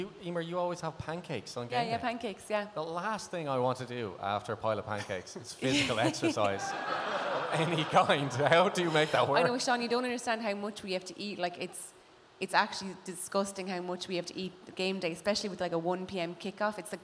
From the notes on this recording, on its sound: Special live show. We’ve recorded with a live audience at Dublin’s top sports bar, The Camden.